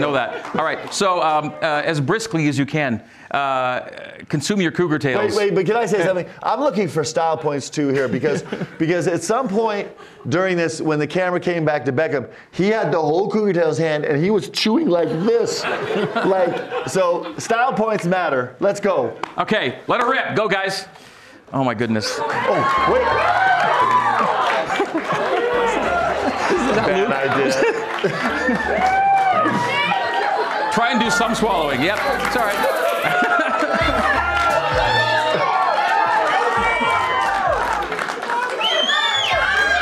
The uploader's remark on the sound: a live audience